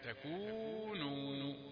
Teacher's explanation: أريد أن تضبط المد في تكونوا، المد الثاني بقدر المد الأول، هو مد طبيعي تكونوا، لأنك أحيانا تخطف تصف النون ضمة أو يعني حركة ونصف بدل الحركتين، لا هذا تكونوا حركتان حركتان.